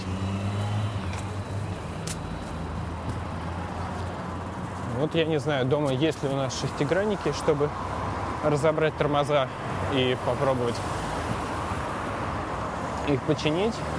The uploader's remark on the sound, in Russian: Особенности передвижения на велосипеде по Хельсинки. Настоящие звуки финского города.